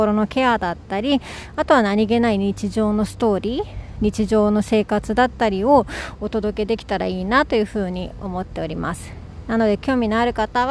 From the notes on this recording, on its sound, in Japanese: 今日はお昼休みに初めて外での収録をしてみました！